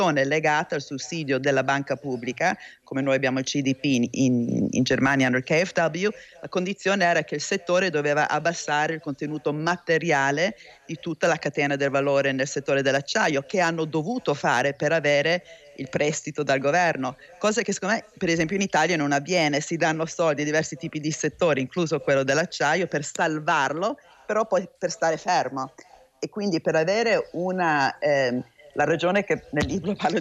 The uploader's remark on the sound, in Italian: Prima diretta dal Festival dell&#39;Economia di Trento